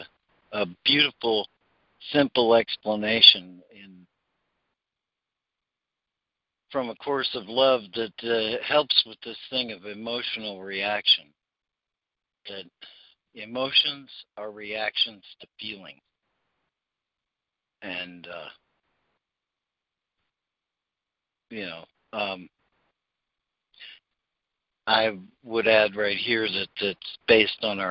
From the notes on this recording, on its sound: ACIM Daily Conference Call.